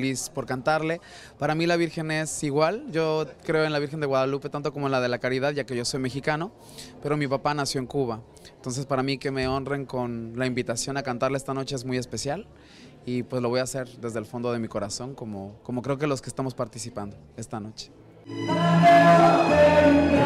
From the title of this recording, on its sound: ON THE STREET